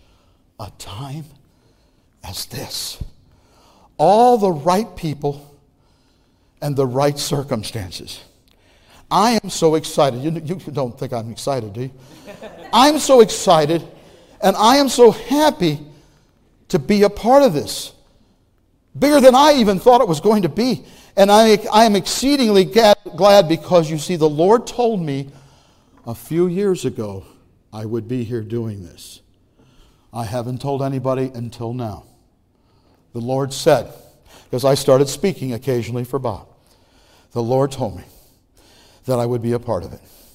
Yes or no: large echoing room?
yes